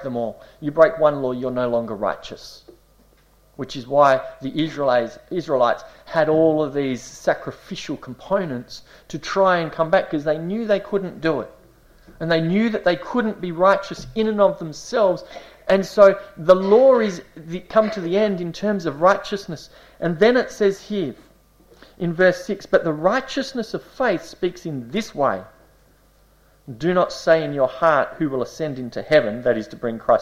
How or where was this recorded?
large echoing room